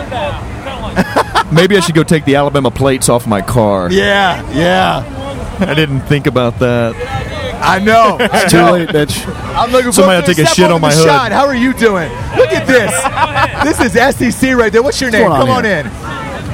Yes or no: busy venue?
yes